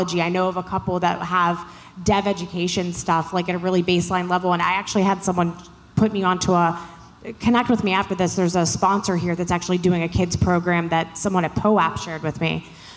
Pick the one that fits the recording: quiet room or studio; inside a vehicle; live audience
live audience